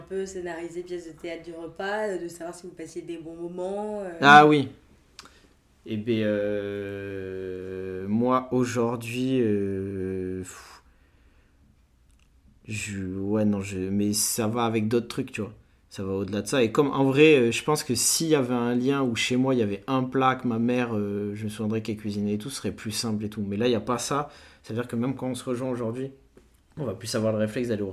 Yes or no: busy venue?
no